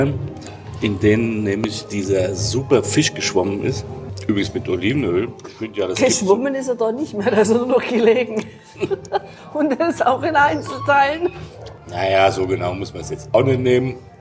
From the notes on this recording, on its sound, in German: Die kleine Gemeinde im Innenland des südlichen Salento. Wir berichten live aus einem Restaurant.